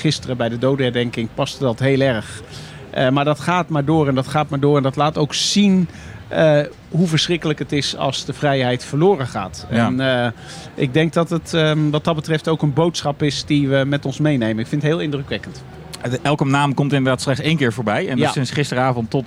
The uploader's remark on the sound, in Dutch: Haarlem105 deed op 5 mei de hele dag live verslag van Bevrijdingspop 2019.